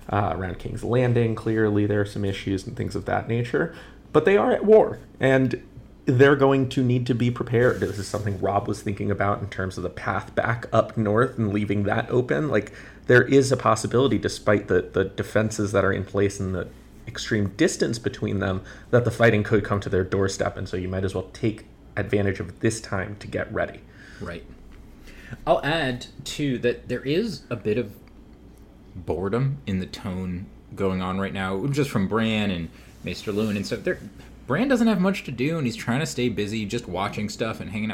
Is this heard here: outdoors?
no